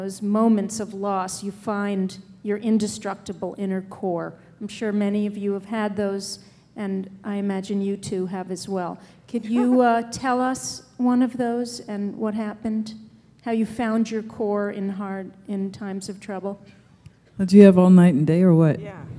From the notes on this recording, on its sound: Keynote from the Being Fearless Conference, NYC 2004